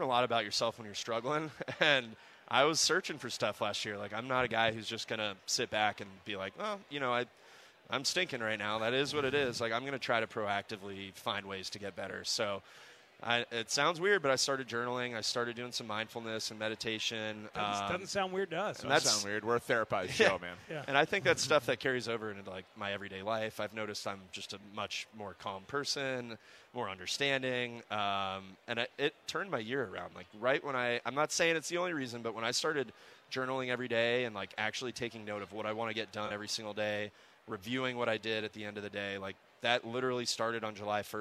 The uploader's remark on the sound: live at Cubs Convention